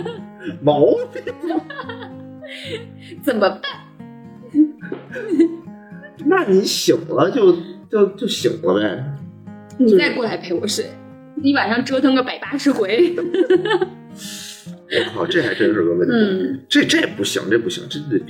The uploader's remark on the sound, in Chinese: 本期为视频节目。这是我们用摄像头直接录制的，声音质量着实堪忧。